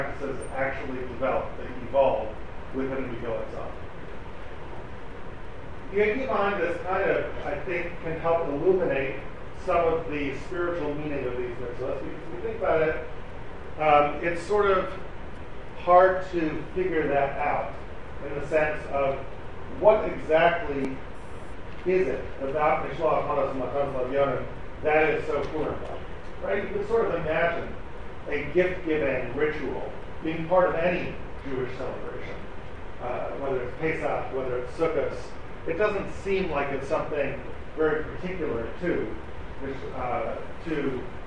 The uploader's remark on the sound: Delivered at the Seforim Sale at YU.